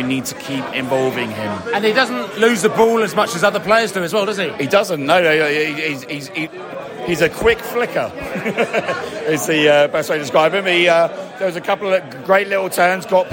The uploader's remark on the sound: post-match podcast from the stands